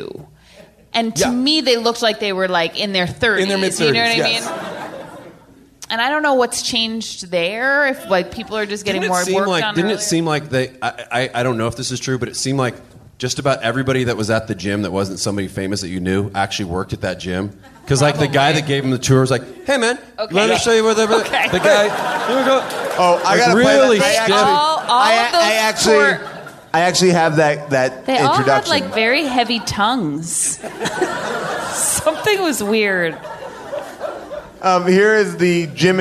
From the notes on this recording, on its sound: Perfect: LIVE! LIVE from Largo in Los Angeles.